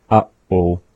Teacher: when we say uh-oh, that the pause in that is happening after the first uh and before oh